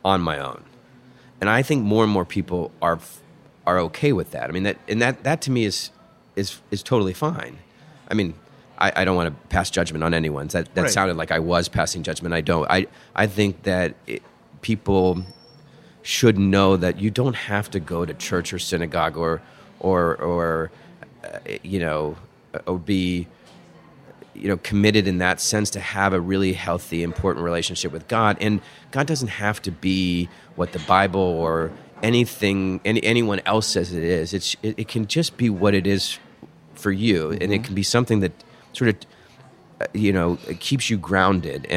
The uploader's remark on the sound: recorded at one of our Capitol Hill favorites, Santa Rosa Taqueria